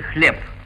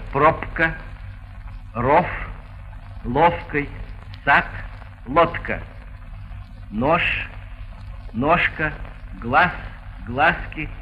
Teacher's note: Вместо звонких согласных в конце слова и перед глухими согласными в середине слова произносятся соответствующие глухие.